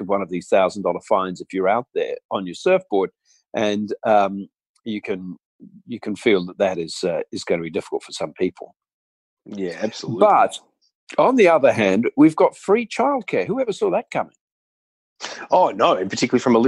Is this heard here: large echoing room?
no